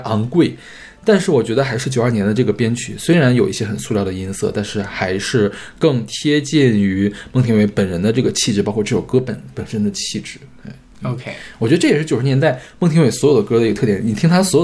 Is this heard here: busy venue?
no